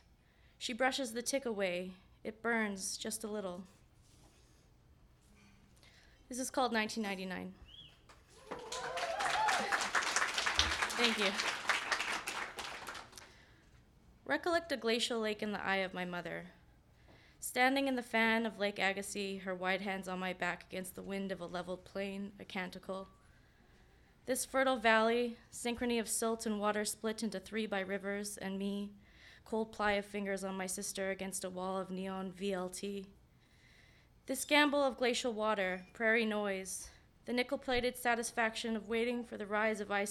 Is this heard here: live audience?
yes